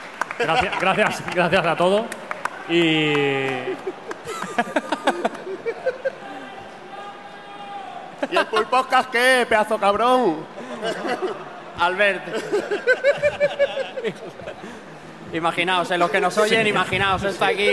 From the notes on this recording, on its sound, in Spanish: Retrobarcelona 2017. Os traemos el especial que grabamos en la pasada Retro Barcelona junto a nuestros hermanos y compañeros de Rejugando.